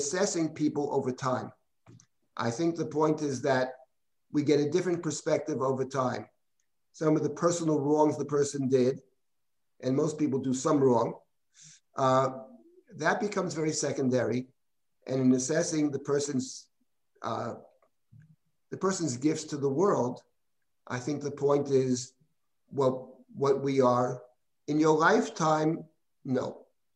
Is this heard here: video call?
yes